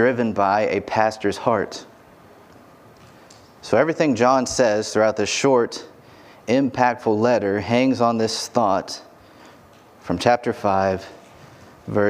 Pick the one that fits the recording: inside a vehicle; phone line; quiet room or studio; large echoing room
large echoing room